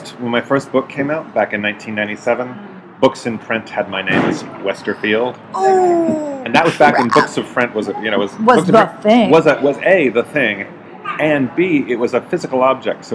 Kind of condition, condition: setting, busy venue